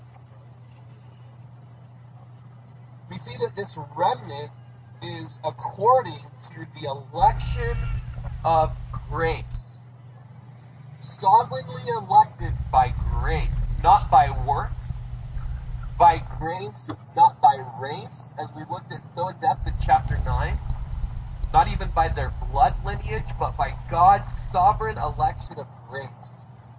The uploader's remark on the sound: This is our last service in the park so bear with us through the added noise.